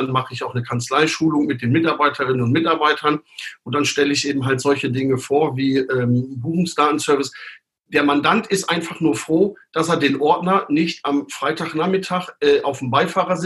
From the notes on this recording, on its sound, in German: Zoom Videotelefonie